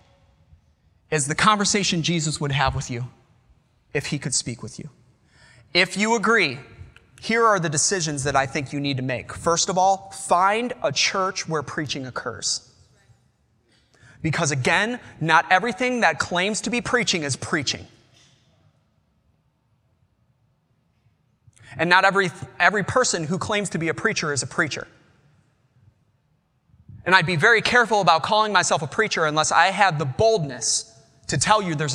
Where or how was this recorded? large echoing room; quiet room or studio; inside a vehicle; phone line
large echoing room